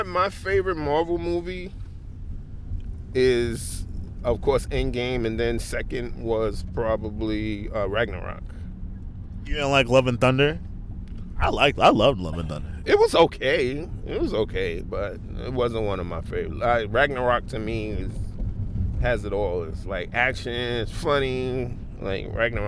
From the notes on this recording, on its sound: LIVE FROM COMIC CON (KINDA , WE WERE LOOKING FOR PARKING!